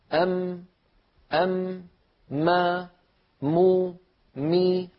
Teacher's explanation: تجدون بأن الأنف يعمل مع الشفتين في إخراج حرف الميم بدليل لو سددنا الأنف وقلنا أم ما مو مي نجد بأن · Term: الغنة